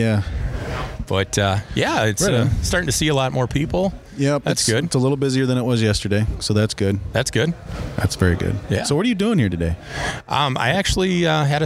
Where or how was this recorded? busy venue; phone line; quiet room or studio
busy venue